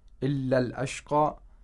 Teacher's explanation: This alif is not pronounced since we're connecting the word before it to the word after it. · Term: hamzatul wasl